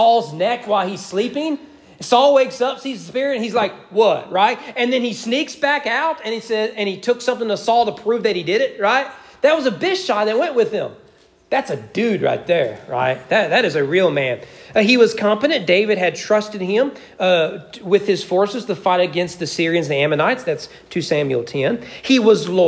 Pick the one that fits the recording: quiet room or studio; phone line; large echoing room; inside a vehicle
large echoing room